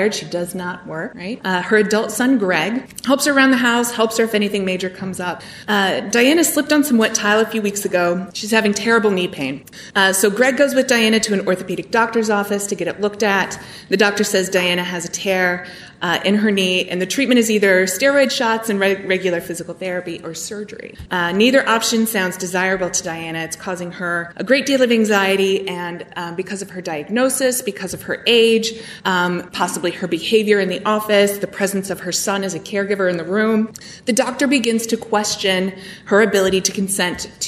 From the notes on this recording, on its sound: This episode was recorded at our recent conference entitled Getting Real About Health Care for All. An outstanding panel at the conference asked the question Can We Make Health Care Inclusive?